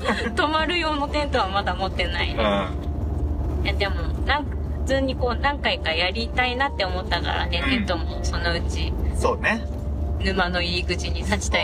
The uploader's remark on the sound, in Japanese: 家族で初キャンプの帰り道に収録したドライブ番外編